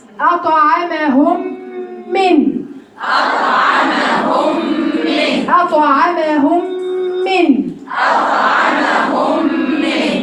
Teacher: علشان دخلنا الميم الأولانية في الميم التانية بقوا حرف واحد هشددها